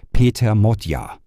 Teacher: Im Ungarischen wird immer die erste Silbe betont. Das A wird zudem geschlossen ausgesprochen, also ein bisschen wie ein O, und GE ähnelt eher DJ.